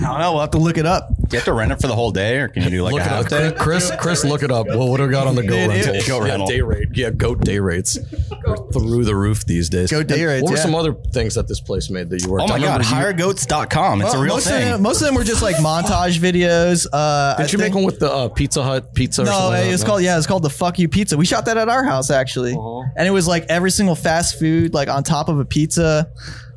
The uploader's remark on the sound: LIVE at Wandering Barman!